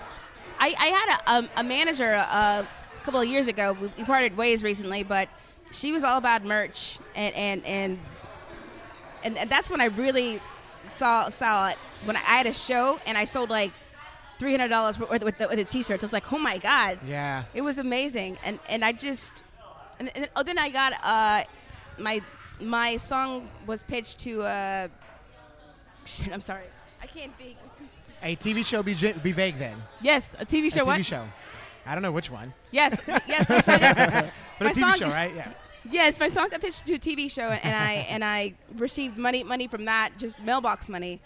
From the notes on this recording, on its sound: Live from The Side Bar. Live from The Side Bar.